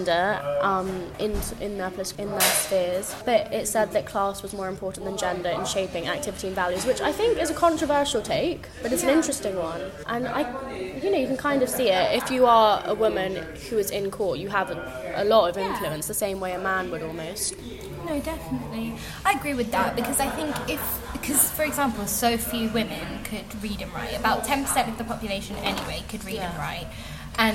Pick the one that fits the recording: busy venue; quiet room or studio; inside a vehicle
busy venue